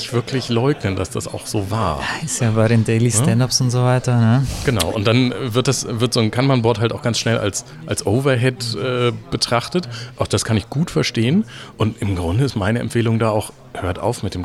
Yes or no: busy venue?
yes